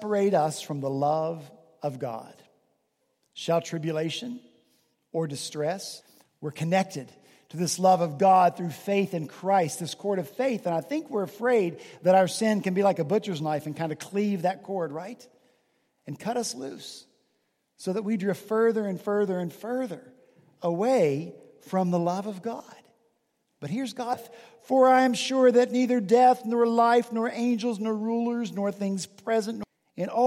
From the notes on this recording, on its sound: At Redeemer Presbyterian Church in Charleston, SC, our senior pastor preached from Deuteronomy 34 in his penultimate sermon.